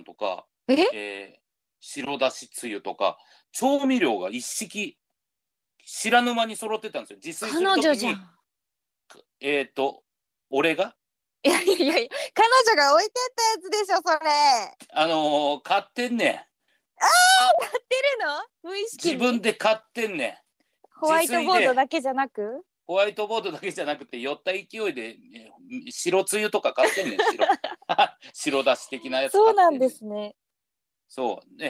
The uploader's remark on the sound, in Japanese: リモート収録。